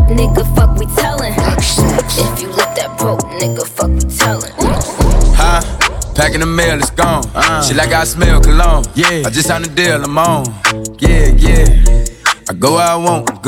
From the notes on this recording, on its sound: live from fayrooz 2019 #2